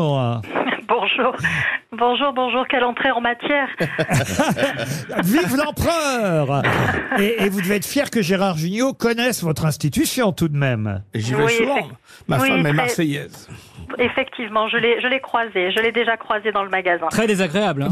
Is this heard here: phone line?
yes